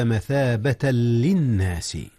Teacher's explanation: جاء إدغام بغير غنة، إذ اللام ليست من أحرف الغنة